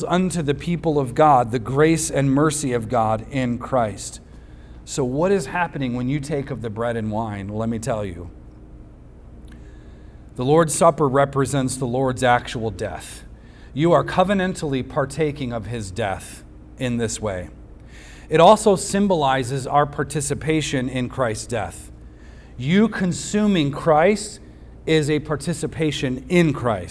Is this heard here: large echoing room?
yes